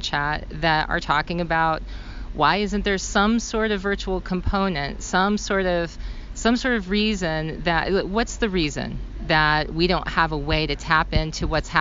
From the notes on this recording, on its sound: at ASAE's 2023 Annual Meeting in Atlanta